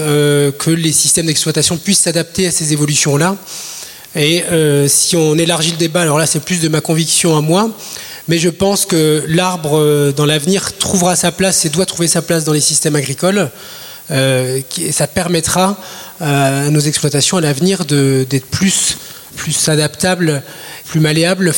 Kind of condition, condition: setting, live audience